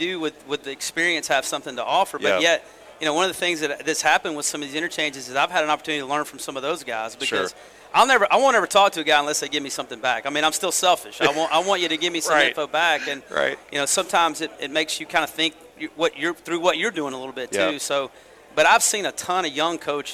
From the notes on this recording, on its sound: Live from the ABCA Convention in Dallas. Recorded from the floors of our Dallas Convention where 6,500 baseball coaches converged to bring ‘4 Days of Baseball Heaven’ to life!